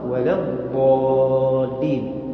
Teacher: مفخمة مترددة بين الألف والواء · Term: الألف المفخمة